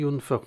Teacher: ينفخ النون الساكنة عندما يقع بعدها حرف الفاء فإنها النون تخفى بالغنة · Term: الإخفاء